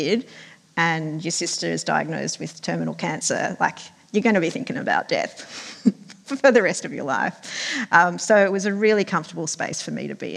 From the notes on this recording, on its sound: Sydney Writers' Festival panel. Listen to an exclusive stream of our memoir panel from Sydney Writers' Festival.